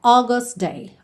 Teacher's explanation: August, que a gente tem AU, mas o som é O, O. August day, ok?